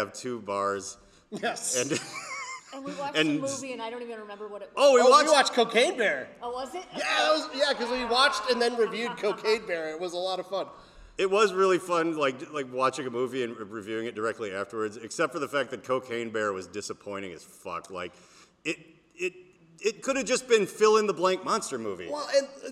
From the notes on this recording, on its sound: We recorded this in a live theater